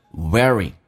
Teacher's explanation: 在美语当中那个 a 是可以不用发，因为 a 跟 r 在一起会被 r 所吸收